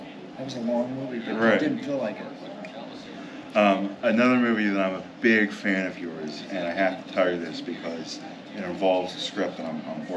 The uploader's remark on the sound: Live From Pittsburgh's Horror Realm Con 2023